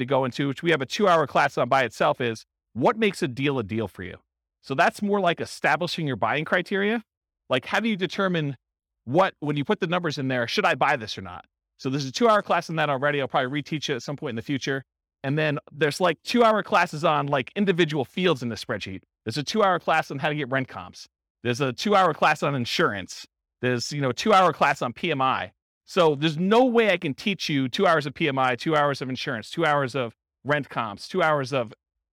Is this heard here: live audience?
yes